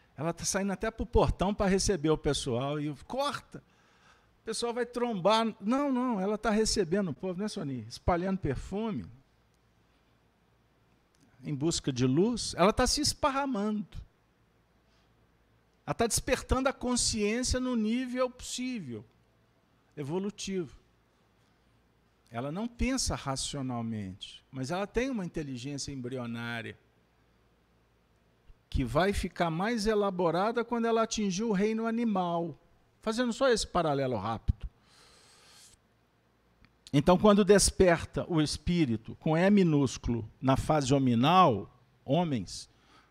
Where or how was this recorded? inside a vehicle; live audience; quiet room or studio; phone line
live audience